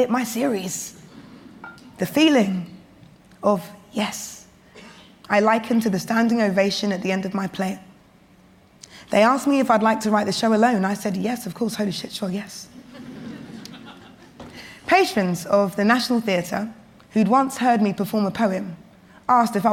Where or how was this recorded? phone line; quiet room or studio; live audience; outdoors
live audience